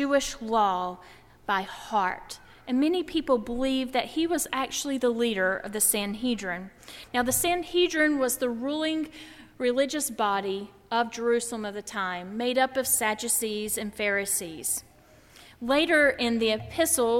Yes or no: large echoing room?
yes